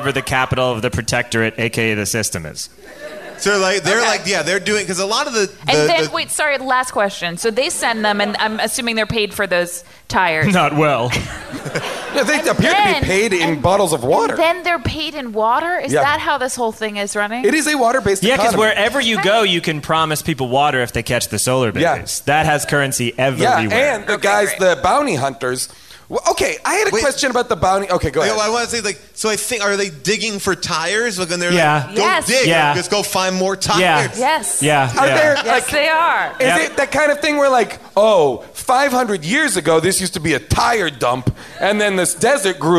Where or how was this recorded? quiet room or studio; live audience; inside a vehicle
live audience